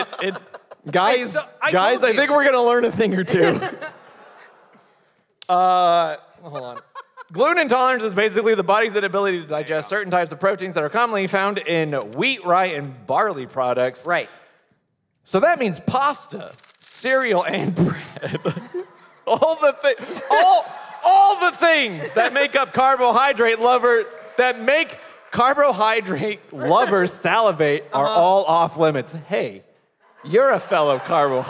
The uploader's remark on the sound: This episode was recorded Live in Chicago at Thalia Hall.